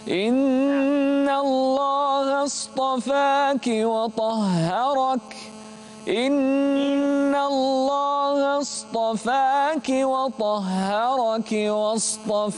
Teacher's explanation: الطاء مفخمة والهاء مرققة